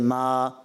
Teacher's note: ایک الف، یعنی بس اتنا کھینچنا ہے کہ جس کو ہلکا سا کھینچتے ہیں، دو حرکات کی مقدار، جیسے ما بس، اگر اس کو پڑھیں گے نا ما اب یہ زیادہ ہو گیا. · Term: مقدار مد